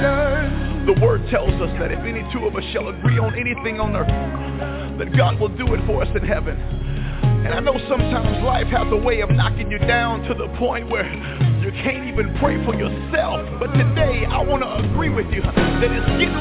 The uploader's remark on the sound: Conference Call